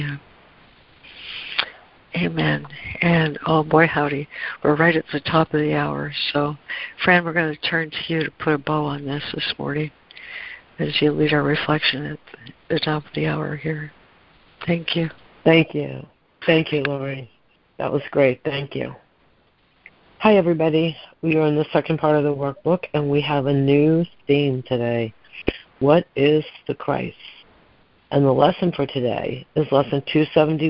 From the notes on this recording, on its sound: ACIM Daily Conference Call